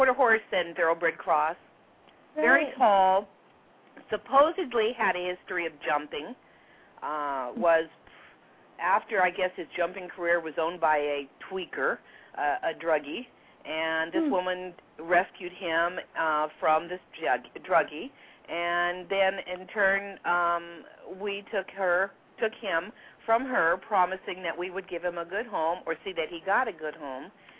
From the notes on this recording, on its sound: open up the lines for listeners to call